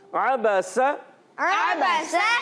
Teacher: عین کی ادائیگی حلق کے درمیان والے حصے سے ادا کرنا ہے، اور اس کو عین کو حمزہ سے نہیں بدلنا ہوتا، اور یہاں تینوں حروف پر، با پر بھی اور سین پر بھی، سین کی ادائیگی سی ٹی کے ساتھ، اور سی ٹی والے حروف کتنے ہیں؟